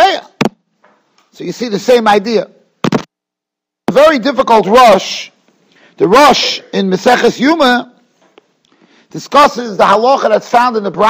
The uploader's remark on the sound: Shiur recorded in Yeshivas Ohr Reuven, Monsey, NY.